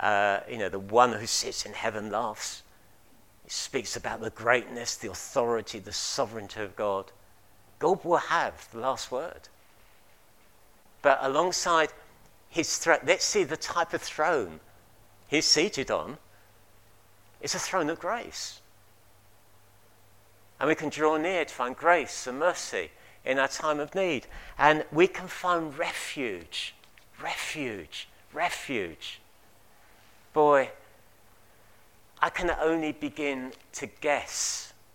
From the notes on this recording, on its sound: At King's Church, Cockermouth, as an audio file.